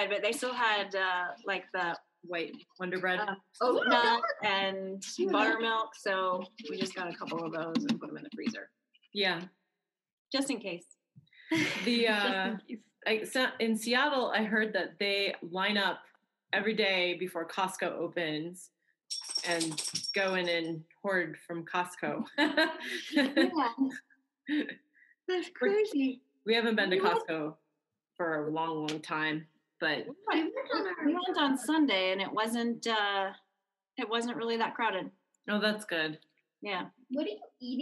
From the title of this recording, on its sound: on Zoom